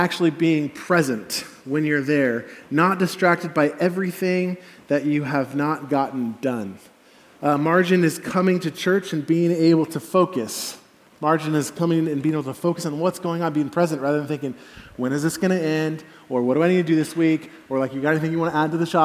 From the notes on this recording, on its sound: Message delivered at the Benicia campus